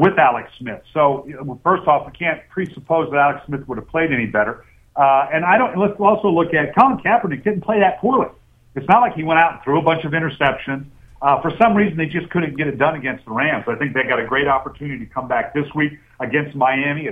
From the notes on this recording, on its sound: dials in (with what sounds like a Zach Morris era cell phone)